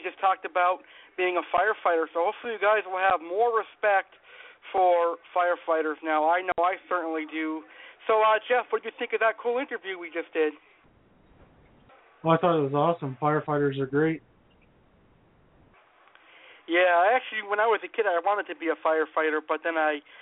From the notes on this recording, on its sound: LIVE PRANK CALLS.